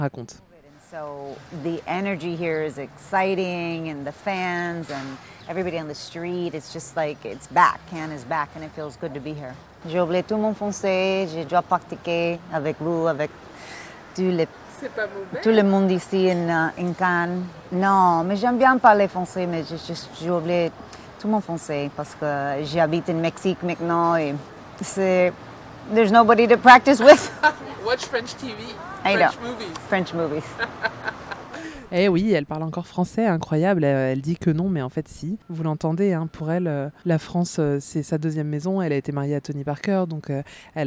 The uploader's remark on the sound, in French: En direct de Cannes ! Vous fait vivre le festival en direct de la Croisette, avec beaucoup de nuits courtes, des guest stars hollywoodiennes, et des interviews improvisées !